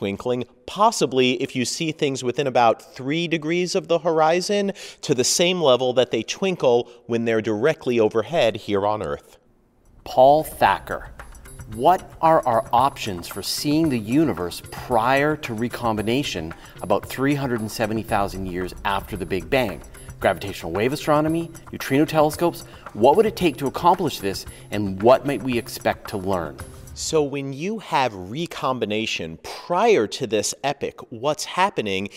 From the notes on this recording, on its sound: This week's questions show was recorded at the 235th Meeting of the American Astronomical Society in Honolulu, Hawaii. I was lucky enough to have 3,500 astronomers, space scientists and others to talk with.